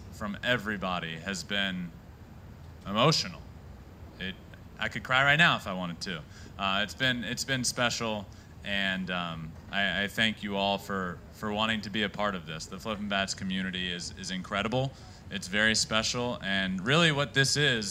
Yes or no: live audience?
yes